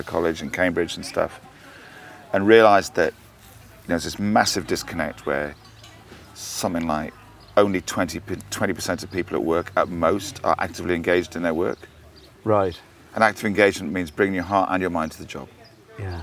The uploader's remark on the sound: It's the second batch of recordings that I made at The DO Lectures in West Wales in July 2017.